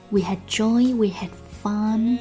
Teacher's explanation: Had 跟 joy 里面的 j 和 fun 里面的 f 爆破音后边跟着摩擦音，所以呢会失去爆破